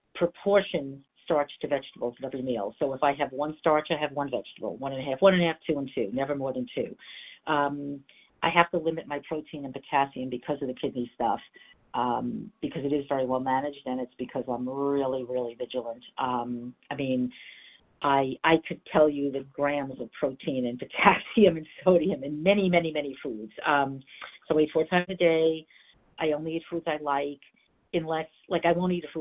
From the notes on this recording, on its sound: 100 Pounders Phone Meeting.